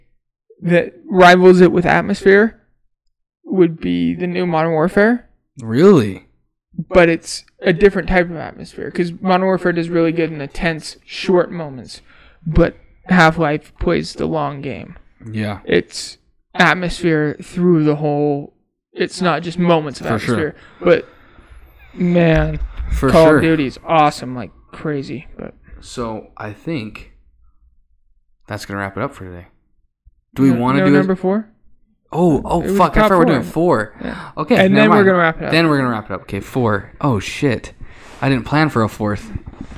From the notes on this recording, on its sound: Sorry for the choppy audio we are working out the kinks of being back in Studio!